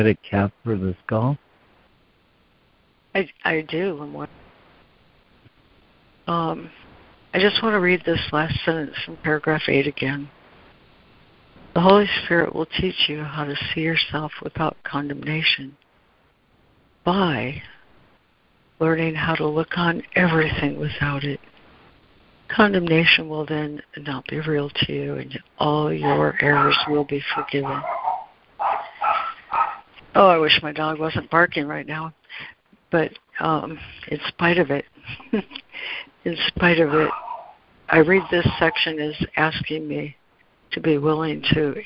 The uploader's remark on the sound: ACIM Daily Conference Call.